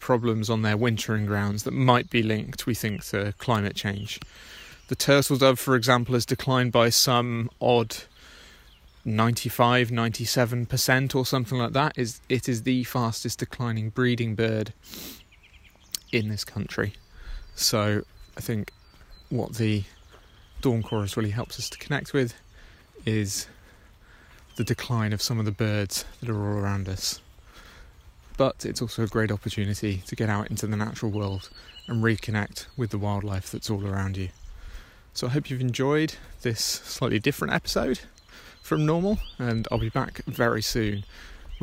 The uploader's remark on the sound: This episode is a short recording of a walk I did on this morning in early May, covering some of the birds I can hear at my local nature reserve